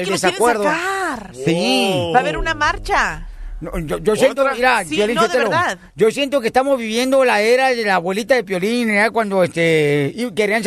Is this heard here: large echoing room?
no